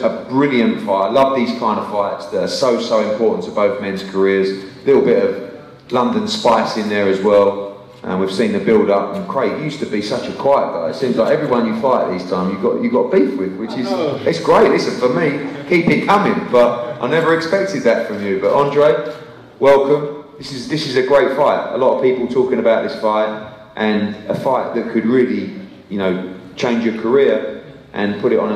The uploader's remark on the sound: JD NXTGEN press conference